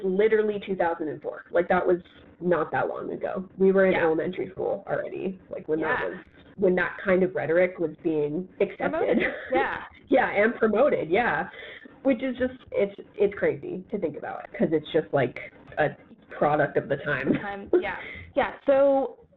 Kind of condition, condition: fault, poor sound quality